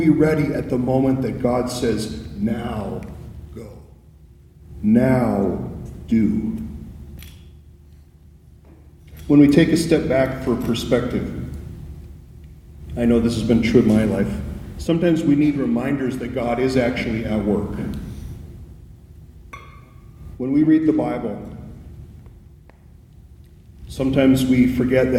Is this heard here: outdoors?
no